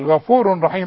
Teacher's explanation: خد بالك الراء دي ما تكررهاش